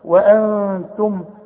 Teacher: برضو اته جت لنا وقبلها النون ساكنه، نون ساكنة وبعدها التاء من حروف الإخفاء، هغن واخفي، والغنة بمقدار حركتين لا تزيد ولا تنقص